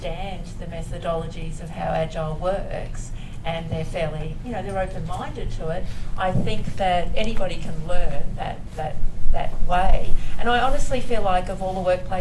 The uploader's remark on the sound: LIVE RECORDING! At LASTconf Melbourne. This was our first test of recording an episode of The Weekly ReBoot live so it was kind of an experiment for us, but happy to say it recorded ok enough for us to want to give that another go. In terms of the audio you will hear some mixed qualities and I’ve tried to edit up where I can.